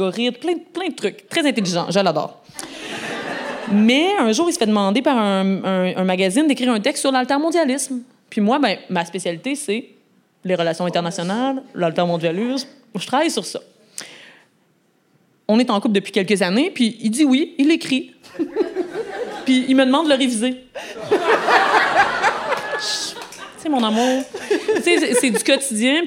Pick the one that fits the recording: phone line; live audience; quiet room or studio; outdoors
live audience